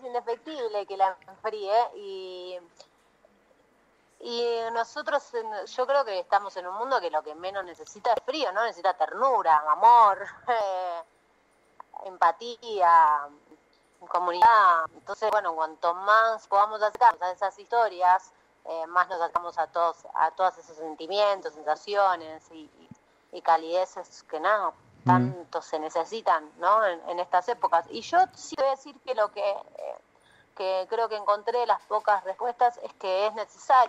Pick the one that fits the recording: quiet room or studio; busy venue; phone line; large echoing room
phone line